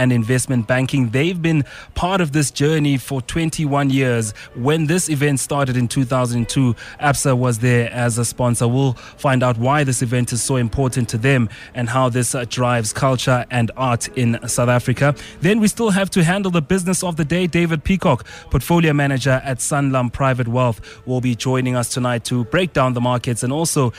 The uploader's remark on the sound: special broadcast of the Absa Champagne in Africa Festival 2023 from a Summer Place